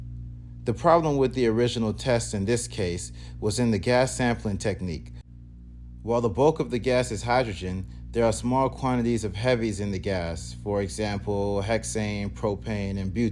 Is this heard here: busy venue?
no